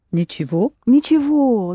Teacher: the г pronounced the v